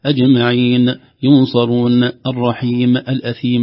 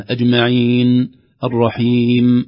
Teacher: النون والميم ليس فيها قلقلة بل فيها غنى · Shown in: second take · أجمعين، الرحيم، هكذا.